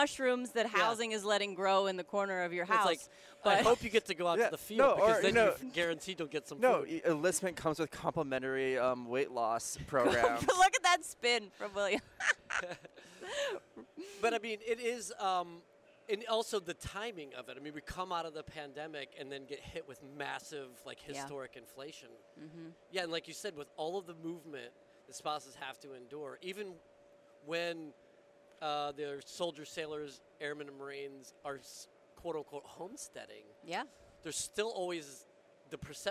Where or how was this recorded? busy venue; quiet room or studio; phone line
busy venue